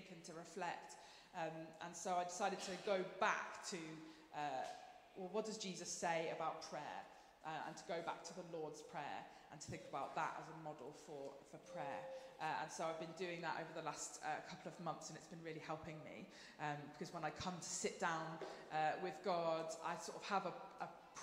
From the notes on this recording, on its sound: Streamed live at St Paul's Shadwell